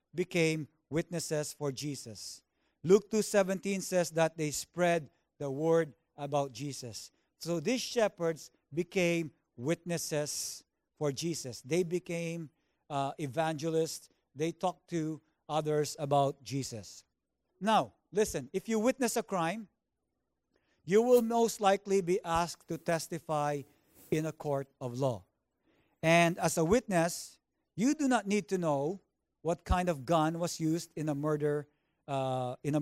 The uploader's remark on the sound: Recorded on January 13, 2019 at THRIVE Church Vancouver, Canada